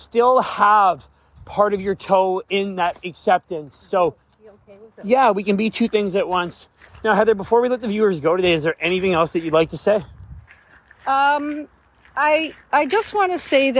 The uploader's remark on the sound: On a beautiful Vancouver day, while walking with my mother, we decided to talk.